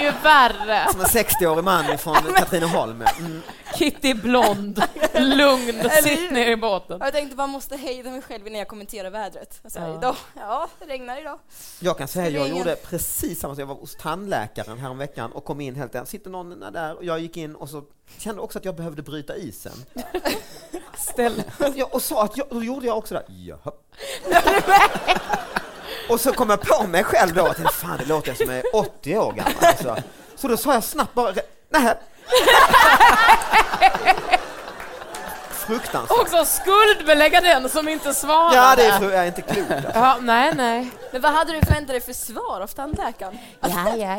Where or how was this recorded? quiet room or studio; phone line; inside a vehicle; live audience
live audience